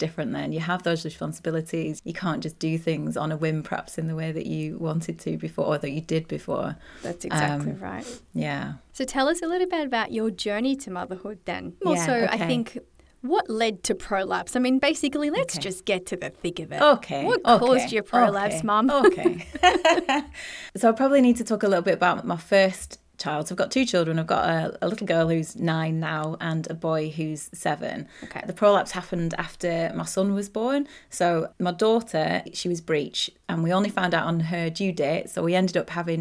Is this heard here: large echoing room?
no